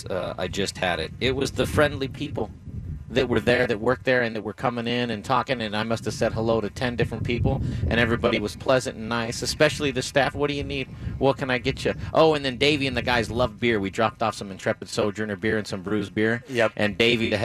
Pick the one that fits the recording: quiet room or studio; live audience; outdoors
outdoors